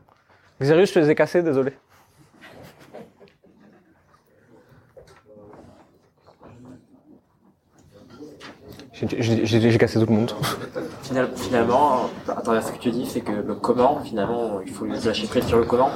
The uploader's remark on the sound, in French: Ces 30 minutes sont l'enregistrement d'une conférence que j'ai donné il y a quelques mois pour nos clients.